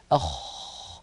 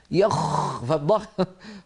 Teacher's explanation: أن الخاء حرف ضعيف مهموس · Shown in: first take · Term: الخاء الفصيحة